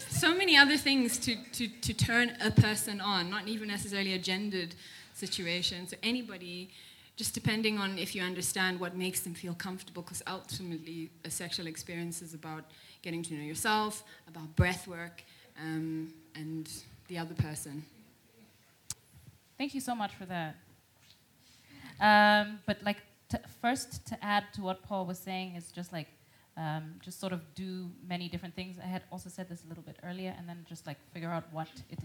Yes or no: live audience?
yes